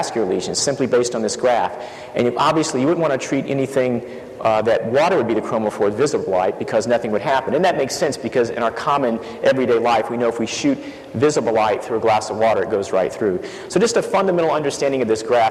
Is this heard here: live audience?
yes